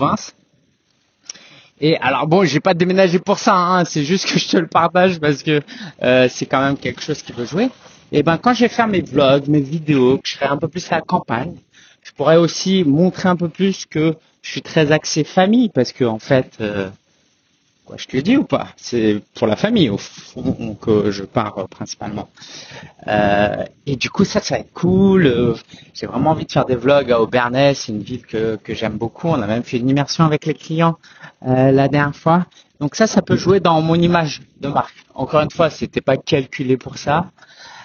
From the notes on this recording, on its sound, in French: Excuse-moi pour la qualité du son, j’ai enregistré cet épisode en extérieur avec du vent